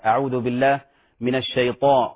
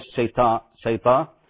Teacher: فإذا رققت الطاء وهي فيها تفخيم وإطباق فتنقلب إلى تاء · Shown in: first take